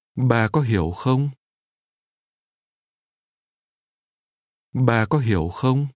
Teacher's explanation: Did your tones first fall, then rise at the beginning of the question?